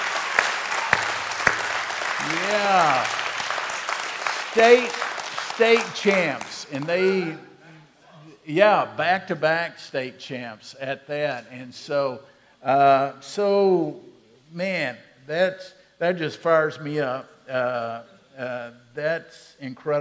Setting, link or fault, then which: setting, large echoing room